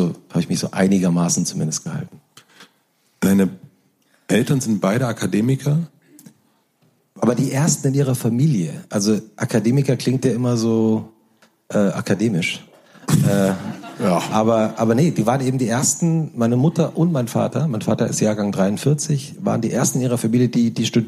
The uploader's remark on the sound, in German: Live vor Publikum in Leipzig interviewt.